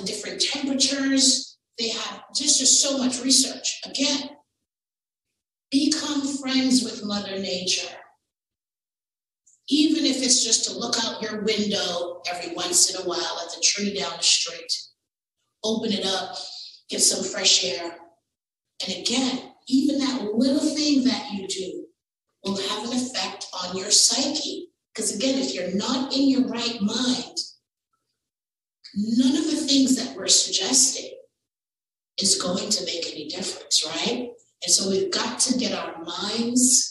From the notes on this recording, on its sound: A recording of the panel discussion at the 2023 Black Health Matters Conference